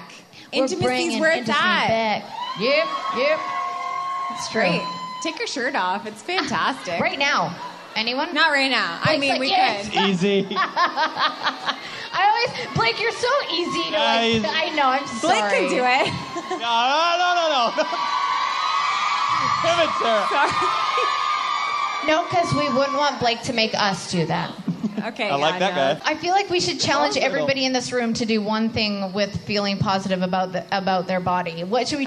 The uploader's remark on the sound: Vancouver Live Show. Comes to us live in Vancouver from her Fall Crawl Tour.